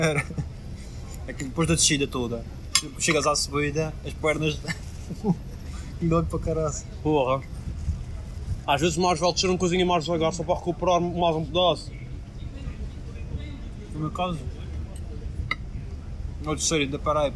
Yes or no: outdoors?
yes